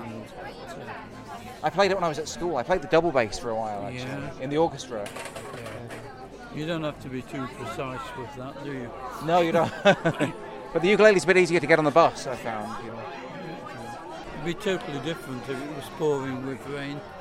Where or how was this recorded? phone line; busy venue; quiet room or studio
busy venue